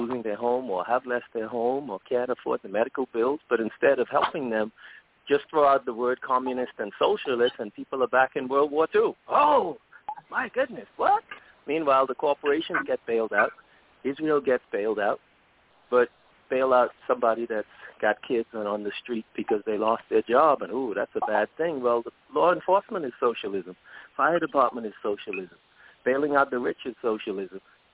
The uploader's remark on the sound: Live & Call-In. Working political talk radio.